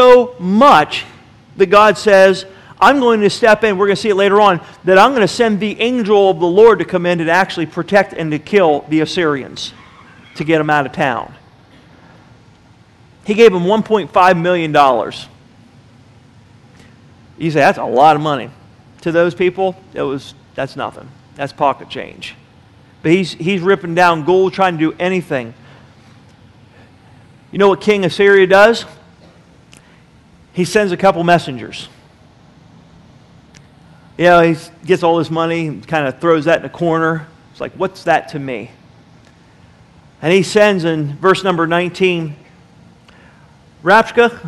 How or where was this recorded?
large echoing room